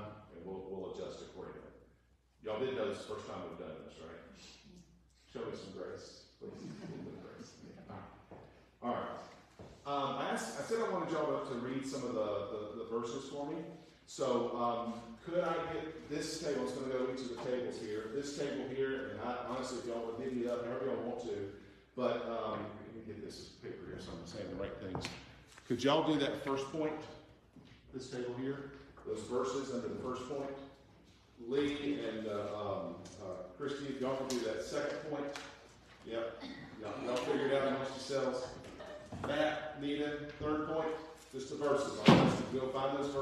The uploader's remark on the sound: Warning: poor audio quality!